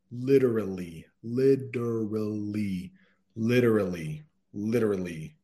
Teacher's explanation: So try it with the D sound, literally, instead of a T, instead of that hard T, soften it to a D